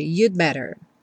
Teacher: Preste atenção que esse you'd better muitas vezes é tão reduzido que vem you better, you'd better. Você não escuta realmente o D, porque depois vem um B e a pessoa vai ter que fechar o lábio. Então, no que você encosta a língua no sal da boca para fazer o D do you'd, você já fecha o lábio também para fazer o better, e aí acaba que esse D não fica muito aparente.